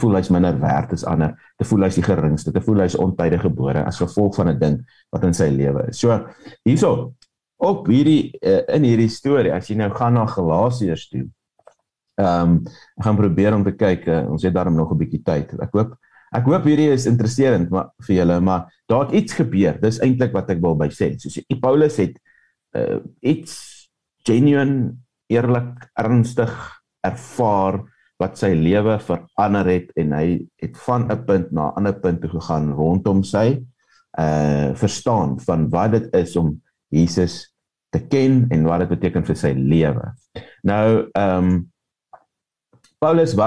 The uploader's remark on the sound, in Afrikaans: Manne van die Woord Zoom Byeenkoms